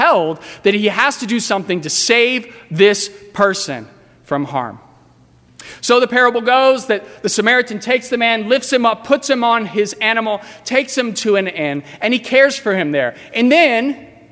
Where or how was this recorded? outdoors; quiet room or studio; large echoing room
large echoing room